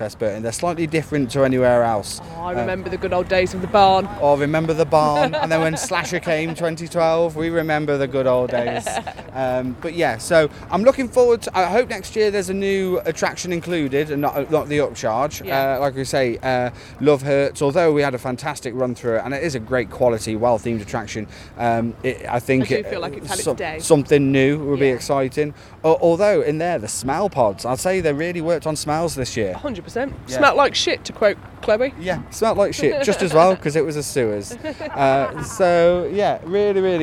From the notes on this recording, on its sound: ScareTrack- Screamfest /On-location Review Episode 2023. ScareTrack visit Screamfest at the National Forest Adventure Farm in Burton.